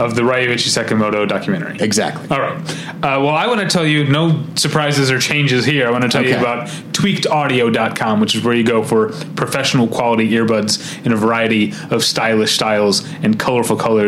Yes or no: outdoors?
no